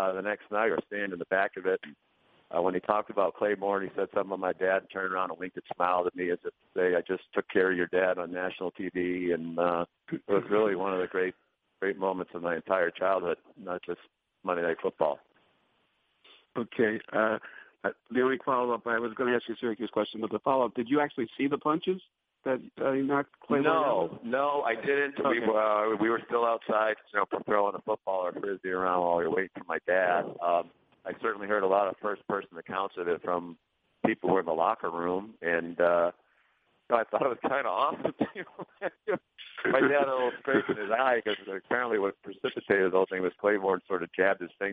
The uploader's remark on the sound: A complete recording of the conference call between the media and ESPN's.